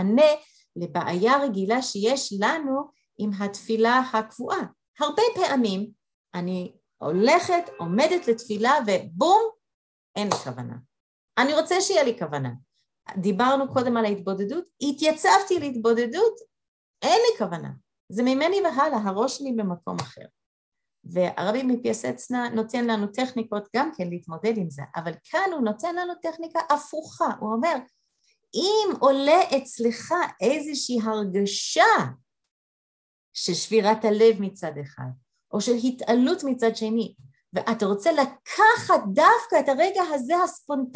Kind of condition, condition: link, video call